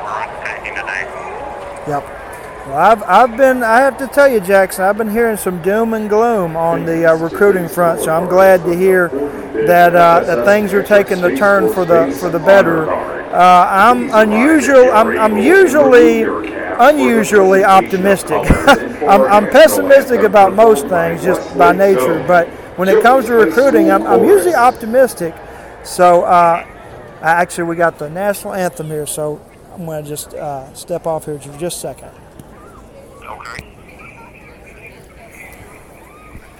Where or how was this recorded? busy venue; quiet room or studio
busy venue